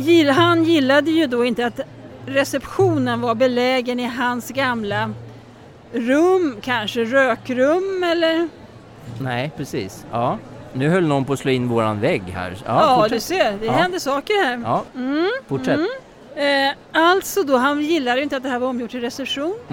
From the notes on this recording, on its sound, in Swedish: Vi sänder Live från Harmoni Expo under hösten 2023.